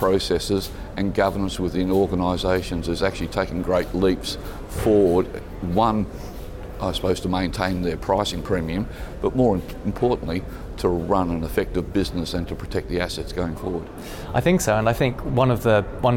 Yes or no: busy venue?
yes